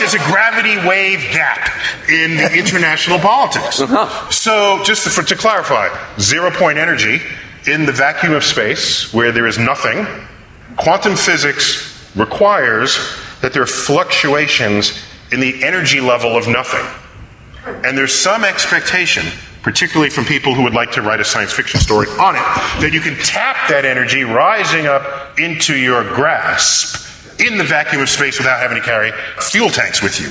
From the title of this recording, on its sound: StarTalk Live at Town Hall